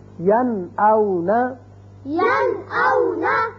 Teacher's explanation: نون ساکن کے بعد حمزہ آ گیا، لہذا نون کو ظاہر کر کے پڑھیں گے